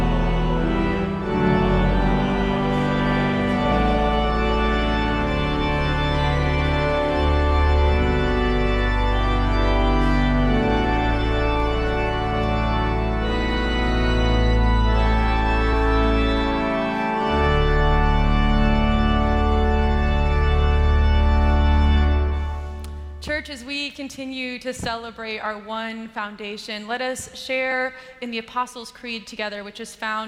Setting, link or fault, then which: setting, large echoing room